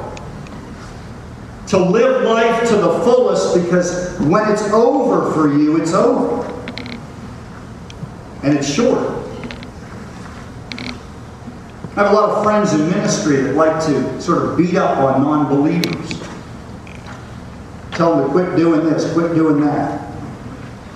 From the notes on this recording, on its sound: The audio is not great quality